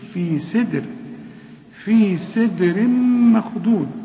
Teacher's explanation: هنقول ماء ما أصحاب اليمين. في سدر، الدال هنا لازم نقلقلها، والسين في آخر درجات الترقيق